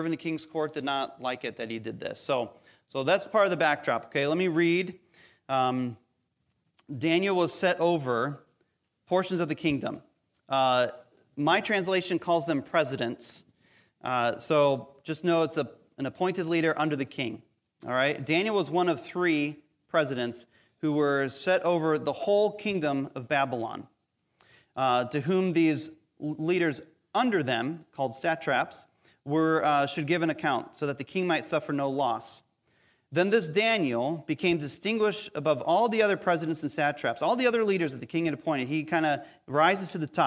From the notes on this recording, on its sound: Recorded live during our weekly Sunday Service.